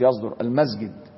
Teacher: كذلك إشمام الصاد حرف الزاي